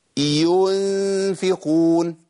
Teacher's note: أنا جبت واو من حركة الضم بتاعت الياء · Term: حرف مد